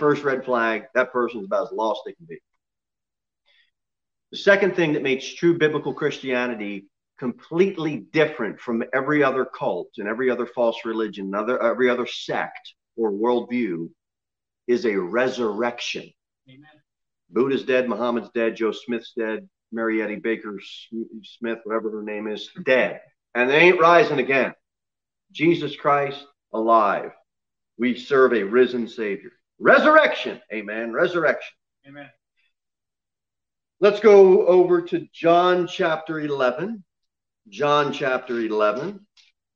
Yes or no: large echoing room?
yes